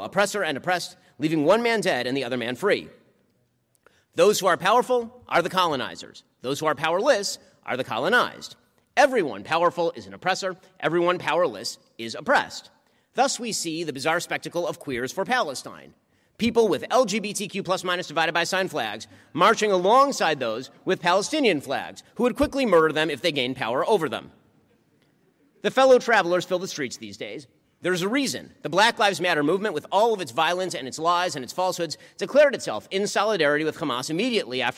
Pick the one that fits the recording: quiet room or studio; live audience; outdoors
live audience